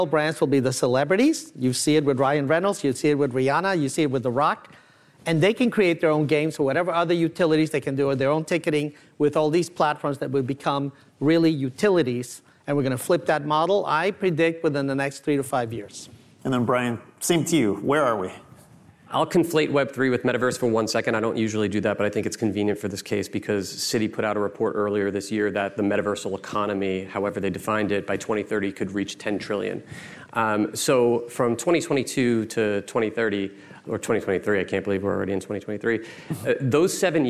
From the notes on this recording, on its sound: We share a conversation from The BoF Professional Summit: An Inflection Point in Fashion Tech.